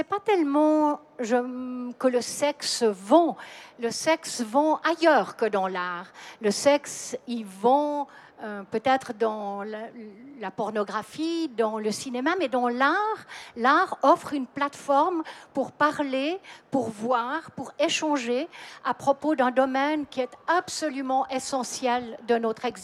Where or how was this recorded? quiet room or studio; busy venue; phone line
busy venue